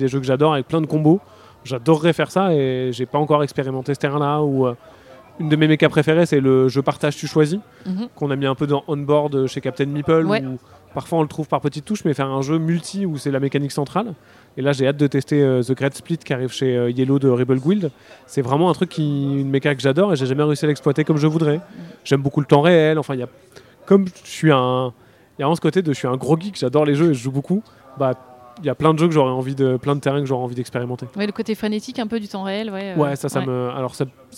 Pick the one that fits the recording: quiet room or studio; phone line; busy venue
busy venue